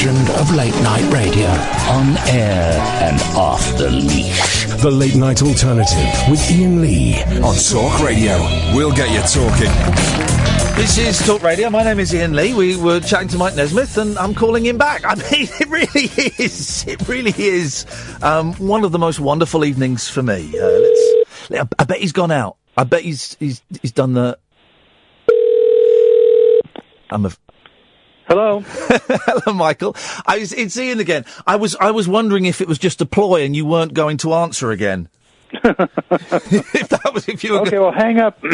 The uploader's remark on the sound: live on the phone